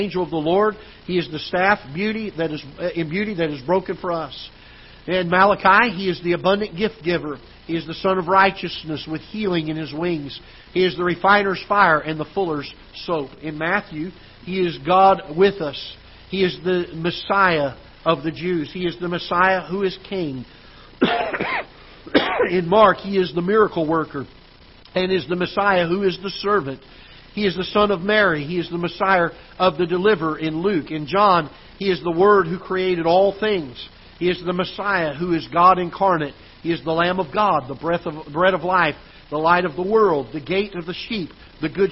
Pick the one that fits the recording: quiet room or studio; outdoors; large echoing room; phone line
large echoing room